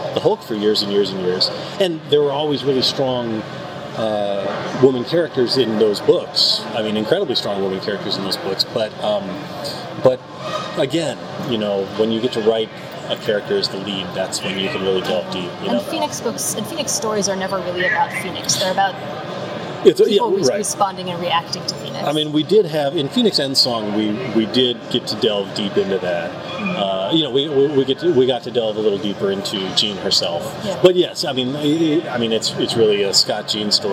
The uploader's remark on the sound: On no sleep, and on the con floor, so apologies in advance for the sound.